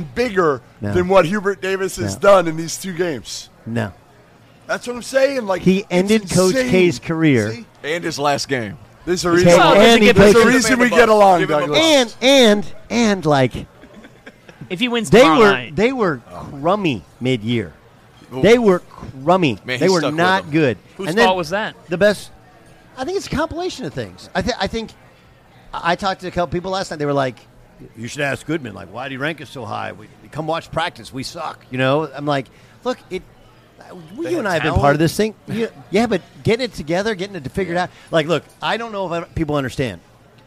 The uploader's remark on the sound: LIVE at the Final Four